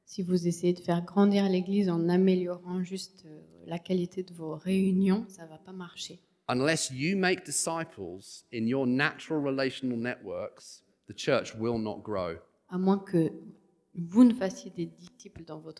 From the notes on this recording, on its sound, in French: Enregistré à l'église CVV